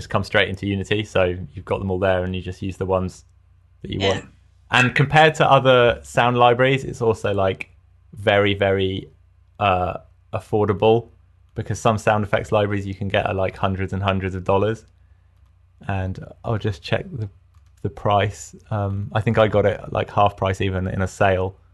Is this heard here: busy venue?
no